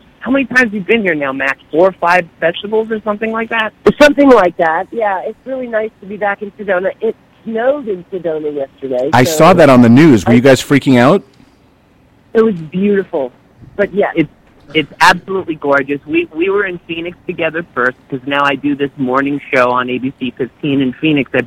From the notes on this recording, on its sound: a host of surprise phone calls